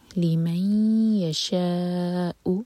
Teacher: شاء مد متصل ہے، چار حرکہ لمبا کھینچا جائے گا اور پھر حمزہ کا کٹ آف ساؤنڈ